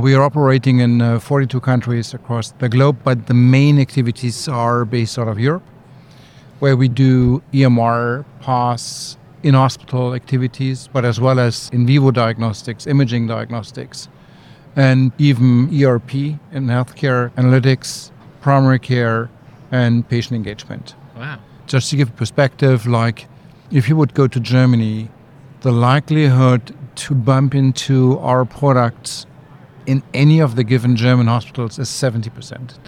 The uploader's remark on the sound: In this episode of Talking HealthTech recorded at MEDINFO 2023 in Sydney